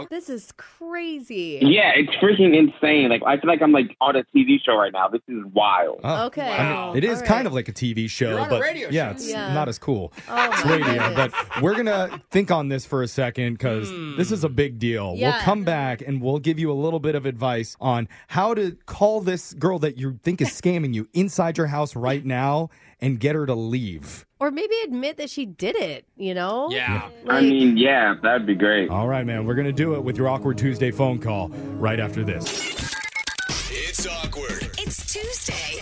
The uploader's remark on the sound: It’s an emergency Awkward Tuesday Phone Call!